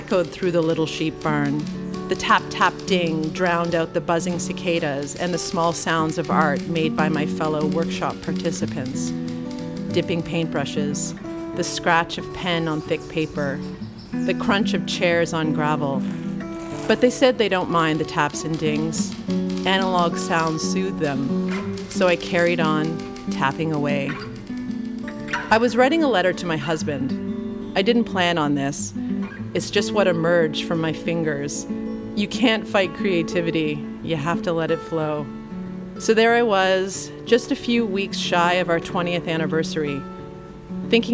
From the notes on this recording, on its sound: This one is coming to you live from the Atlantic Podcast Summit in Halifax, Nova Scotia. This episode is born from a live workshop.